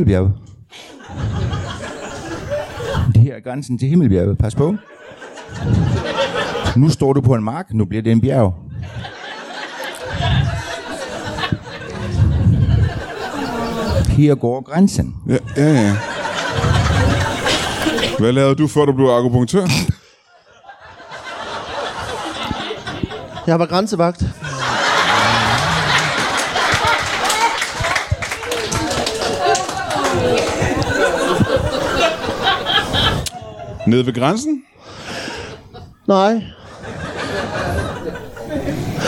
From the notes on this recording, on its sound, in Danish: LIVE fra Ramsømagle. Ugens afsnit er optaget i Ramsømagle forsamlingshus foran et episk publikum.